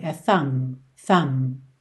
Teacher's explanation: E o B não é pronunciado